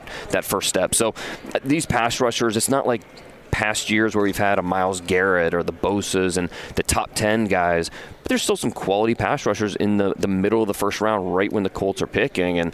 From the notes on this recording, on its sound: We're live at the NFL Combine. Colts, Combine & fire alarms, oh my!